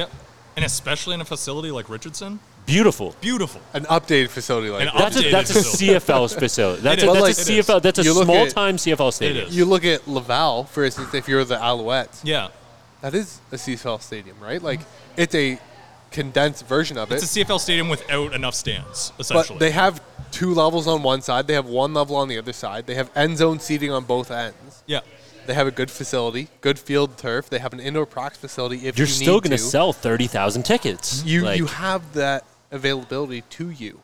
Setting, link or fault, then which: setting, busy venue